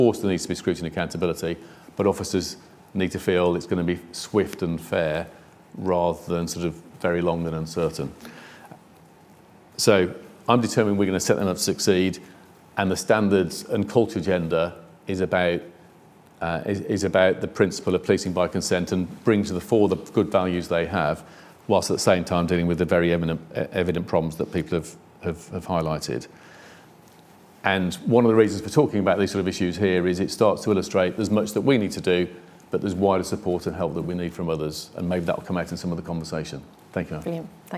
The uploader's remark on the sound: a Q&A with the in-person and online audience